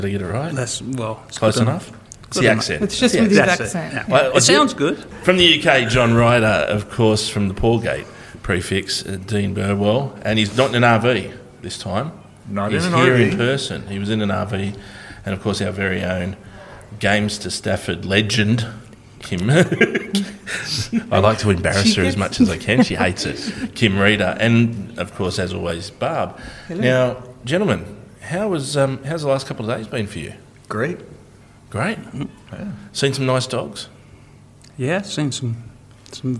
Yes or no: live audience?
yes